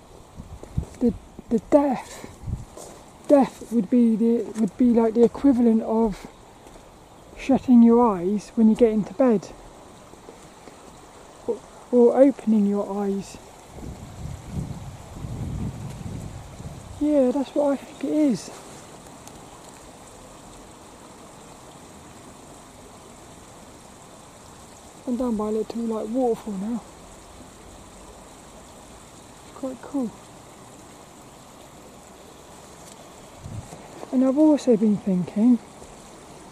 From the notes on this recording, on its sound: as I walk and talk around Plymbridge Woods